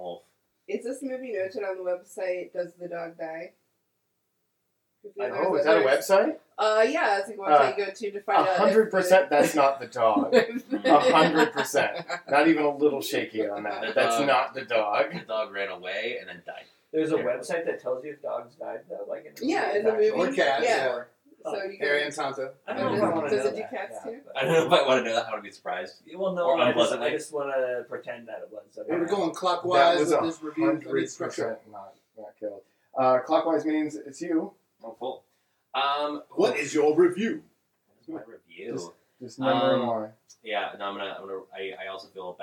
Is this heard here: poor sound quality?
yes